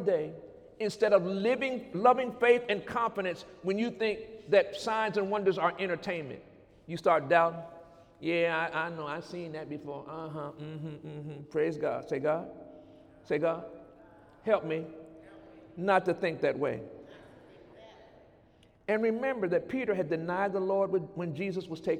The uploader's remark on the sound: During Sunday morning service